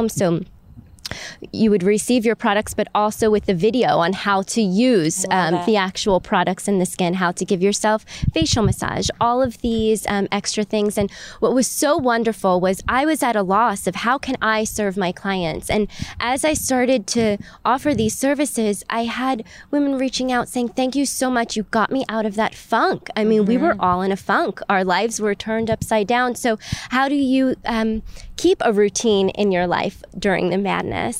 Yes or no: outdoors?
yes